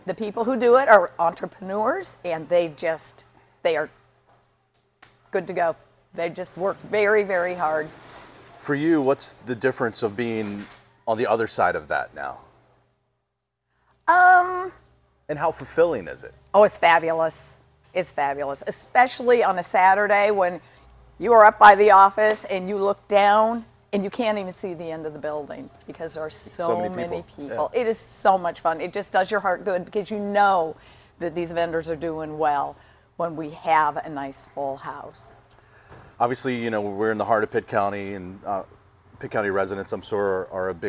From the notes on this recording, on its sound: Leroy James Farmers’ Market in Greenville. Visits the Leroy James Farmers Market in Pitt County. He's chatting with the manager and two vendors about what makes the year-round market a destination in Eastern NC.